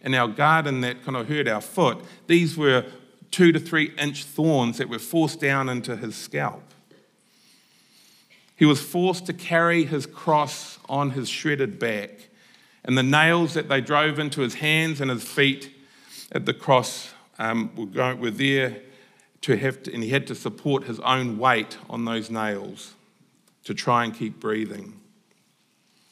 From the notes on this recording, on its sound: Apologies, we missed the first few minutes of the message in the recording this week. Recorded at the Hukanui Bible Church morning service on Sunday the 21st of May 2023 during the 10:00 am service.